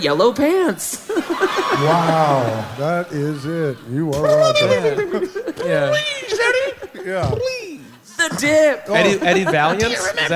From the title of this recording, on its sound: Live From Boston